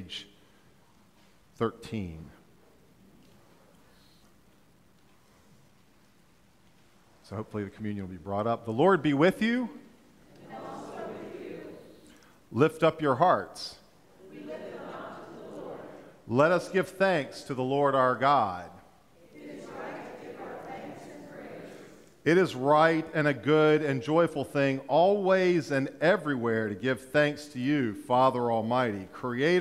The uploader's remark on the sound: during Traditional Worship